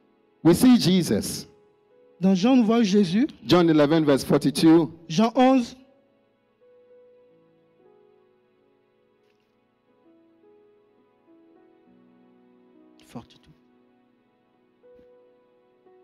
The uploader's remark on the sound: Preached during Joyful Hour Sunday Service